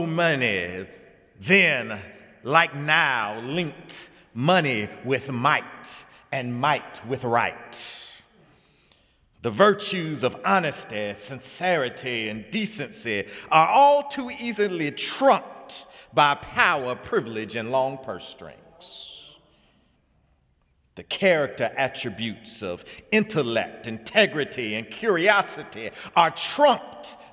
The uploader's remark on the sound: sermon on The First Sunday in Lent, Sunday, March 5, 2017 in the Memorial Church